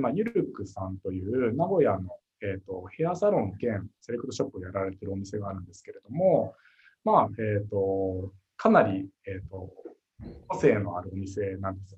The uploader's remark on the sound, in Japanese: Zoom」を使用して収録されました